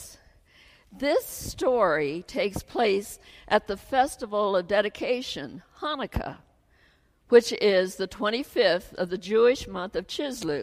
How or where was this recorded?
large echoing room